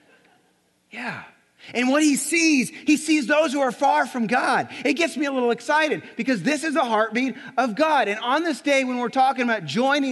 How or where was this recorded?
large echoing room